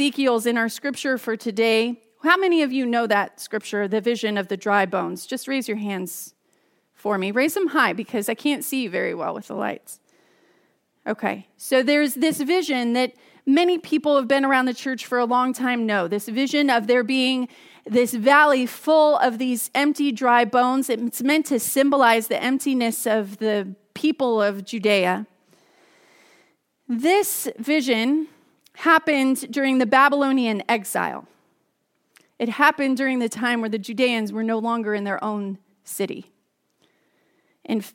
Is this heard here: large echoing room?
yes